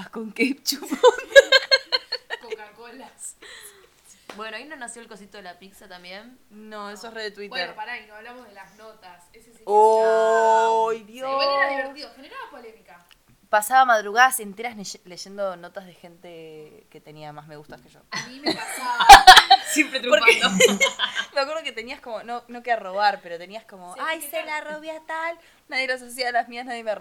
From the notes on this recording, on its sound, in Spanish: Un debate tranqui en casa sobre las redes sociales. El audio siempre es una porquería.